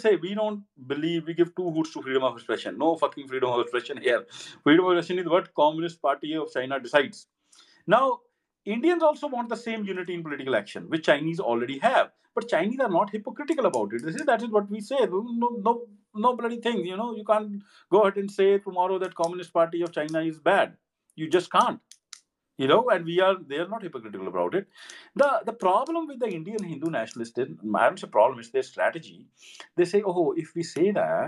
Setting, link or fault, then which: link, video call